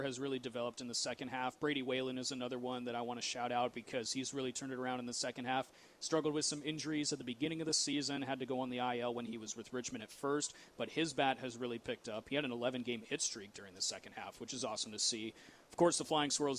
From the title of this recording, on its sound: LIVE from The Diamond